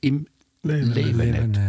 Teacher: Und das B wird noch weiter aufgeweicht zu W.